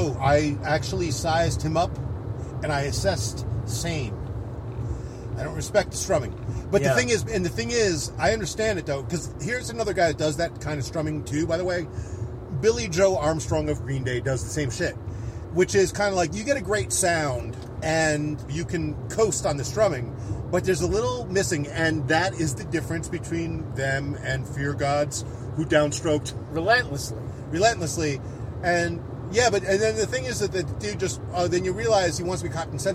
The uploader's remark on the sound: Recorded July 4th on my stoop as people streamed up the block in an attempt to see Macy’s fireworks. A recording of an old phone call.